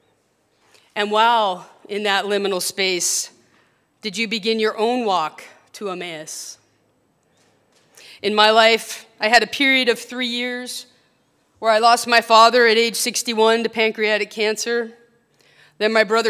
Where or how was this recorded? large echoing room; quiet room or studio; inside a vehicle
large echoing room